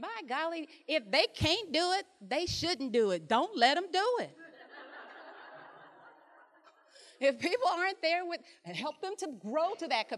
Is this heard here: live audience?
yes